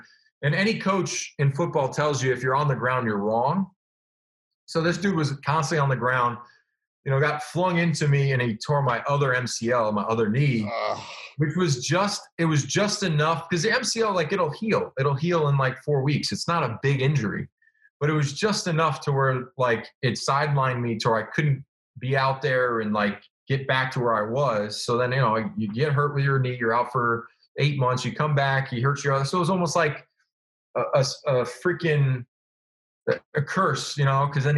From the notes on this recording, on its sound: This week, we sat down over Zoom